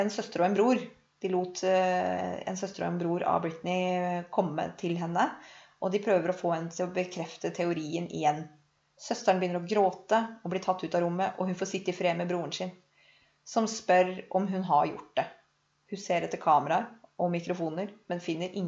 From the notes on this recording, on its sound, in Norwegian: Grusom lydkvalitet, vi blir heldigvis bedre!